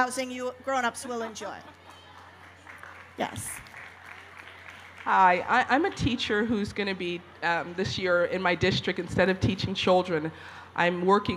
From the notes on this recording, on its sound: On the Family Storytelling Stage at the 2012 Library of Congress National Book Festival. 2012 National Book Festival.